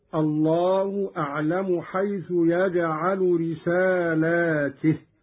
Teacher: قرأ قالون بمد اللام وكسر التاء هكذا: الله أعلم حيث يجعل رسالاته.